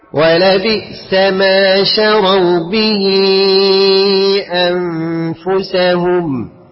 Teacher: مد صلة كبرى بياخد حكم المد المنفصل. تفضل أربع أو خمس حركات